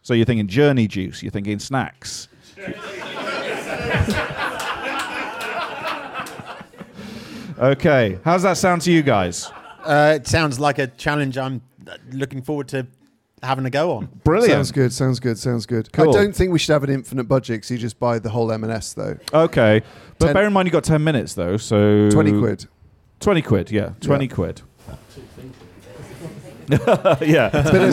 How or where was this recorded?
busy venue